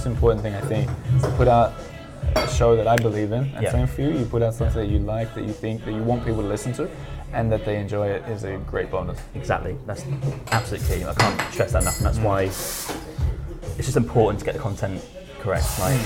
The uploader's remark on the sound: For a coffee in a Parisien cafe for an in-person chat. We are in a trendy cafe so there will be some background noise.